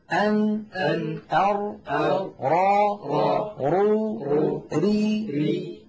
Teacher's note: الراء تلاحظون بأنها أعمق قليلا، أدخل إلى غار الحنك